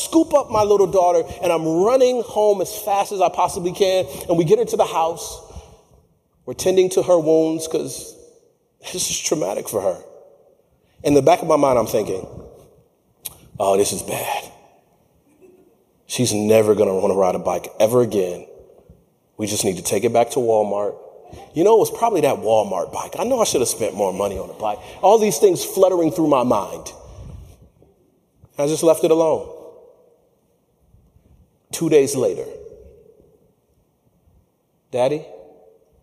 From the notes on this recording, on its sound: features a clip from my keynote presentation at the National Association for Court Management Conference in Las Vegas.